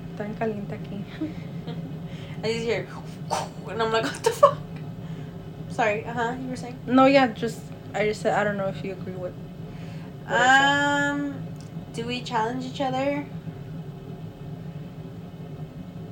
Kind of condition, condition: fault, sounds in the background